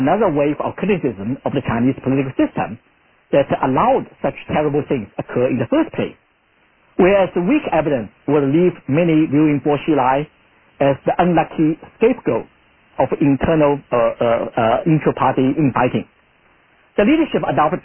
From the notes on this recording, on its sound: Conference Call